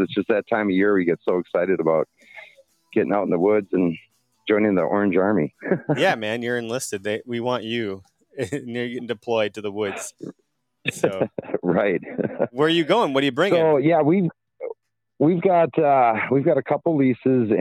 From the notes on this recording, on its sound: we take to the phone lines and hear from hunters across the nation